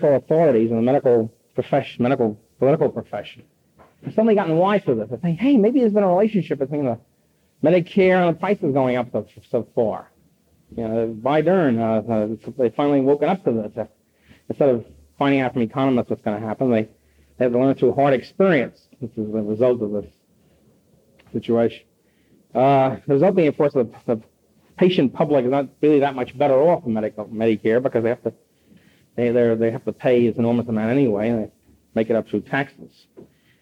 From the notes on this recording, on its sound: Presented at New York Polytechnic University in 1972.